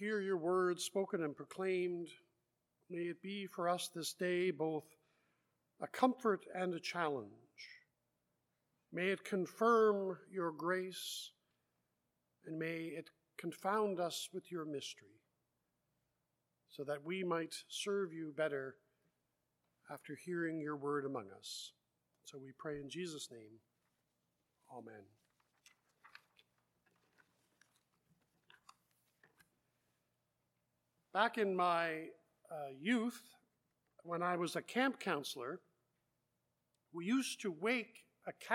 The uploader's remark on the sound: Live Worship Service